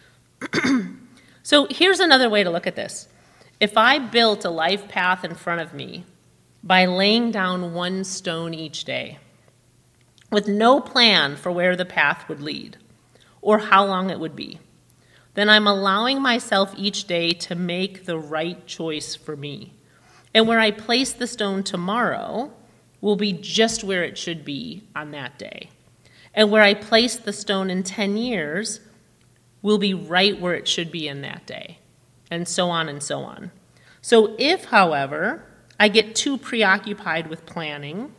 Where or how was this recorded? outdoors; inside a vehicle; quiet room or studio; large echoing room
large echoing room